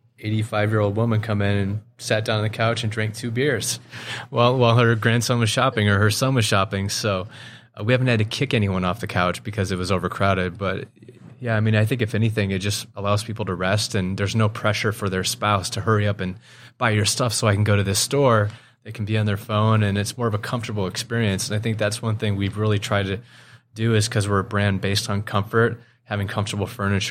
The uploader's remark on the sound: Recorded on Tuesday, August 8th from the eTail East tradeshow in Boston. From the eTail East tradeshow in Boston .